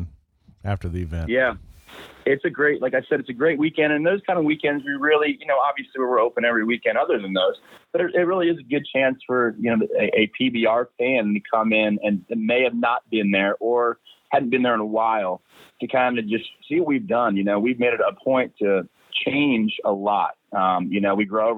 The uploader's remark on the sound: for a quick phone call